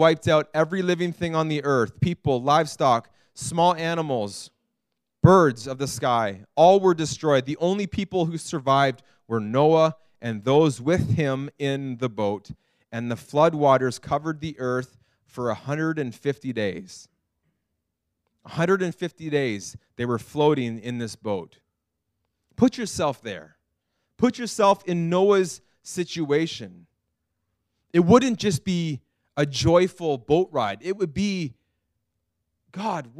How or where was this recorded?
large echoing room